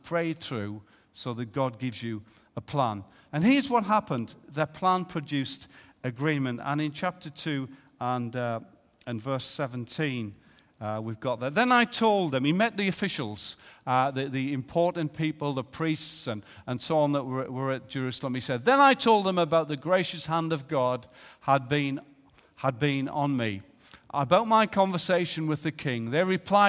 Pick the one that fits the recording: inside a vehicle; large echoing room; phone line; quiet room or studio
large echoing room